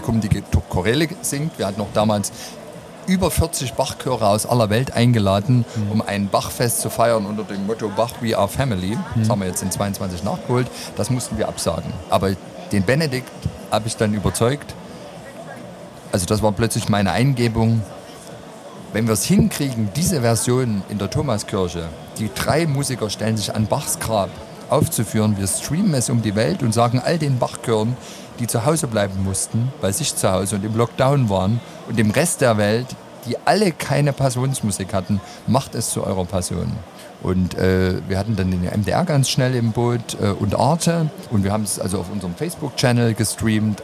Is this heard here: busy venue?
yes